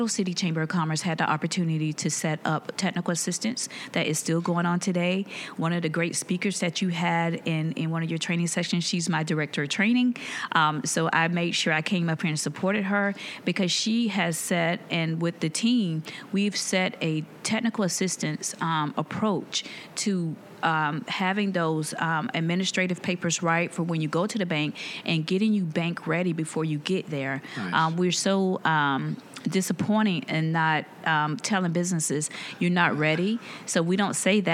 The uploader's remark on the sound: This and the following segments were recorded at this year’s annual JMI Small Business Leadership Conference hosted at Loews Sapphire Falls Resort. This and the following segments were recorded at this year’s annual JMI Small Business Leadership Conference hosted at Loews Sapphire Falls Resort .